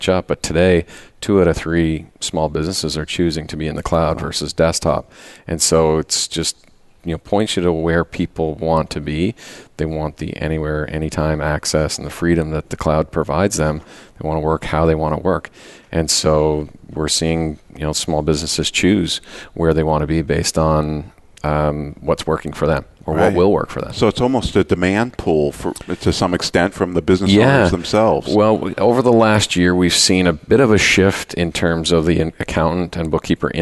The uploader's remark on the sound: Live Broadcast at the The IPBC IGNITE Conference.